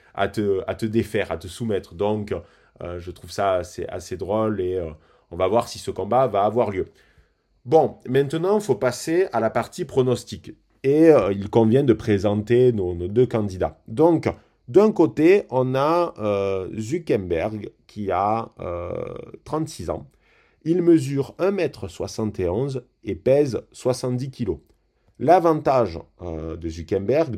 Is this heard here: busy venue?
no